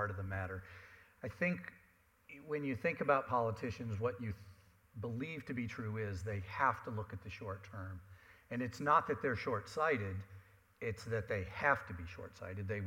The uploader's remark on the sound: At a recent panel discussion in Los Angeles hosted by the Environmental Media Association, experts in ocean policy, advocacy, and grassroots organizing addressed how political hardball can save our oceans and coasts.